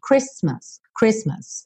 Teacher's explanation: A letra T não é pronunciada